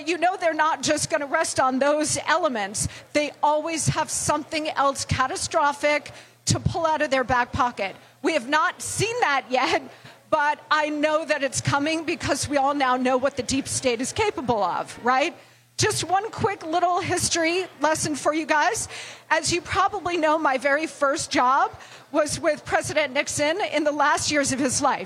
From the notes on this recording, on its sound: Live From CPAC